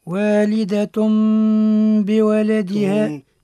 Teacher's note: والقلب عند الباء بغنة · Term: الإقلاب